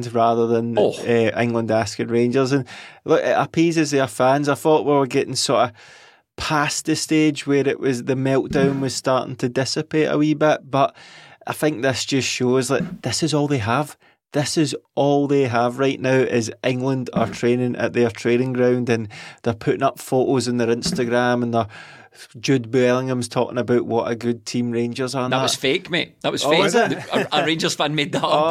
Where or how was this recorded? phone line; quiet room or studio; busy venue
quiet room or studio